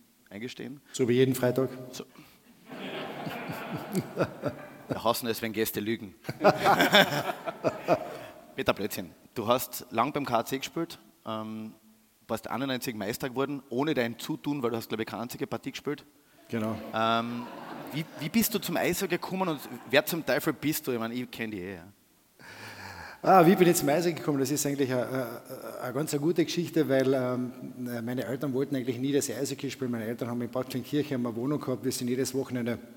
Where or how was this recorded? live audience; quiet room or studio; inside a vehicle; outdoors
live audience